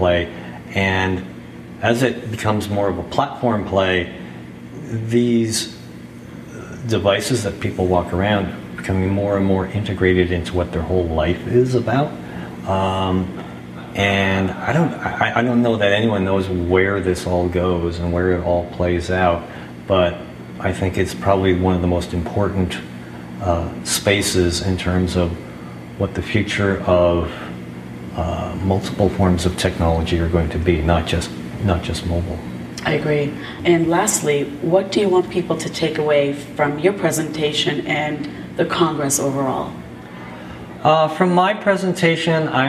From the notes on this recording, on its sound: The third Audio Branding Congress took place in a full house at Columbia University New York City on November 17th.